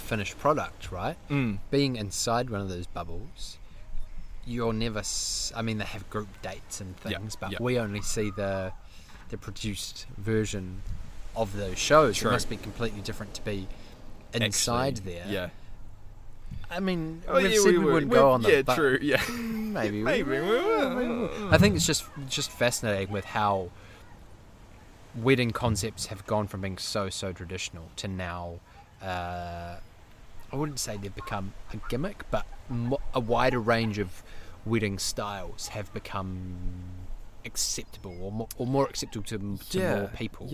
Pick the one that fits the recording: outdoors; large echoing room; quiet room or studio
outdoors